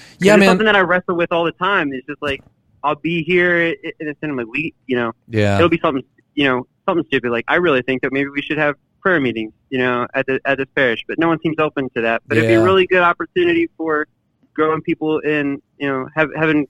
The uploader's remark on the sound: LIVE Call-In Show